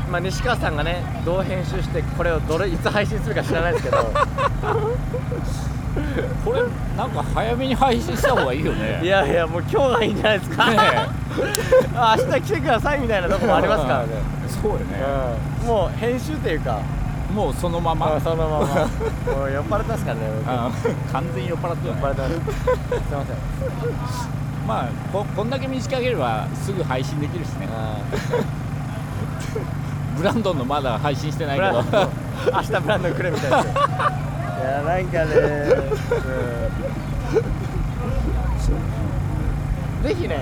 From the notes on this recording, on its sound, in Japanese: 芥屋の砂浜沿いで行われるライブフェス「サンセットライブ」の会場から。場所はサンセットライブ会場内のBlueRoofブース裏。